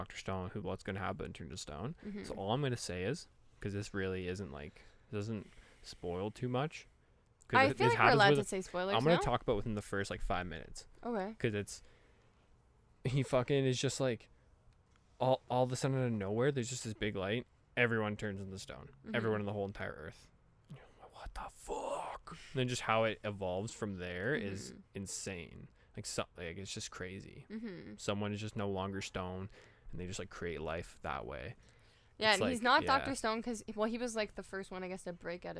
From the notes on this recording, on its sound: On this PRE RECORDED EPISODE of Just Press Stop... We are even recording outside today! It's a beautiful day in The Pit.